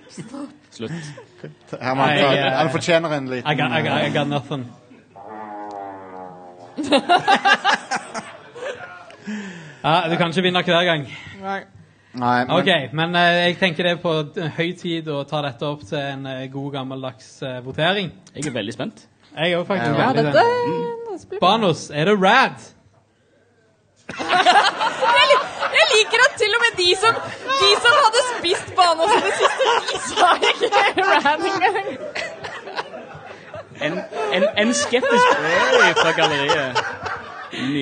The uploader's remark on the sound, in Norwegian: Live fra Tiltcast 2.0 (fikset lyd). Live-episoden.